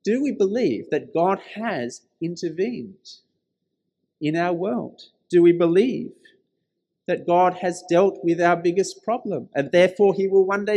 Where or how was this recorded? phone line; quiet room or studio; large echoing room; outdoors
large echoing room